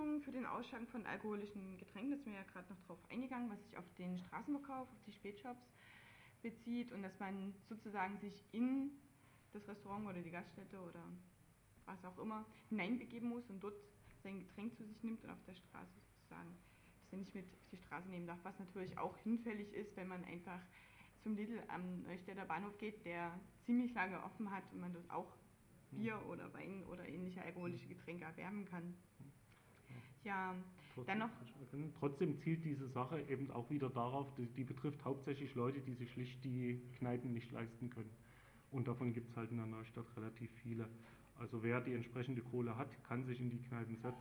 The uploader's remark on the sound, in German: Datenspuren 2007 Mitschnitte